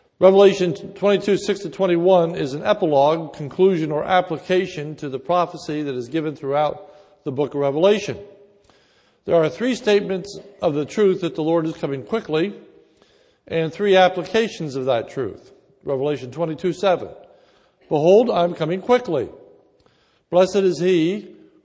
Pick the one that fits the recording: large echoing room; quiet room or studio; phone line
large echoing room